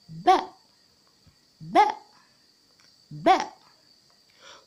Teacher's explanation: ننطق حرف الباء يا أحباب بضم الشفتين